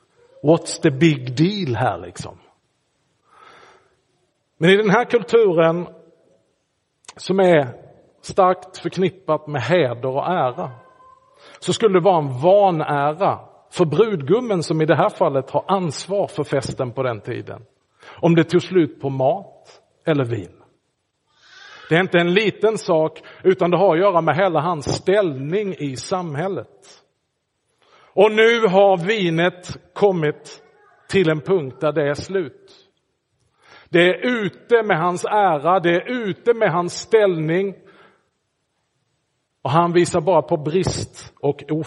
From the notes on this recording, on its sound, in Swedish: Inspelad i Roseniuskyrkan den 14 januari 2024.